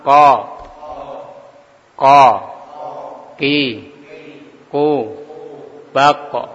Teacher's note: Pangkal lisan belakang menempel langit-langit lunak, keluar huruf qaf.